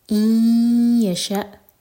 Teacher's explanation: ادغام غنہ کے ساتھ، تو میک شور کی ناک میں آواز جائے اور دو سیکنڈز کا ٹائم دیں. ان یشاء حمزہ پر کٹ آف ساؤنڈ لیکن قلقلہ نہ ہو.